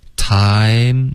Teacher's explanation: Time 的这个发音已经非常弱化了，OK，它一定要双元音再饱满一点